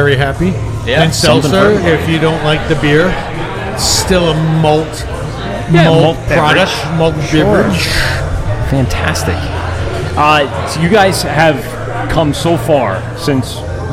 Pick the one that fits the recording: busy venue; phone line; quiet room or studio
busy venue